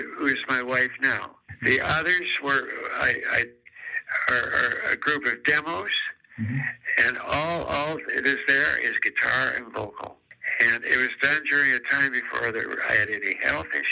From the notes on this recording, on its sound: over the phone